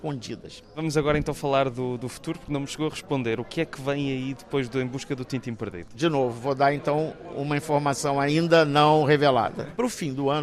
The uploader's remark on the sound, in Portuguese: Gravada no Festival de BD de Beja em Junho de 2023.